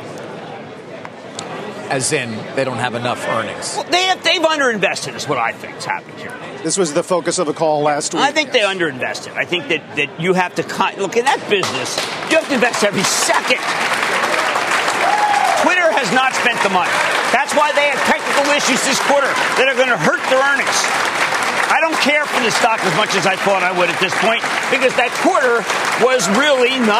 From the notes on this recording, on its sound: live to Hangzhou, China and Alibaba’s blowout Singles’ Day event